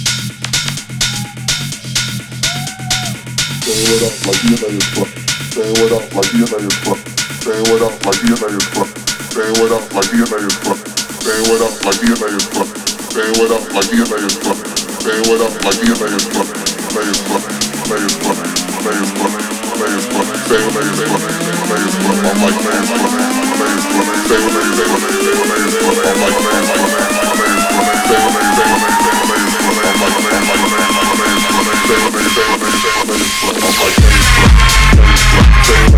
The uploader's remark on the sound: Live at EGG CLUB LONDON. MY LIVE RECORDING OF MY SET AT THE WORLD FAMOUS EGG CLUB.